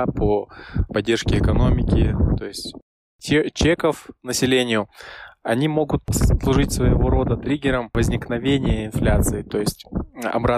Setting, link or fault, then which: fault, wind noise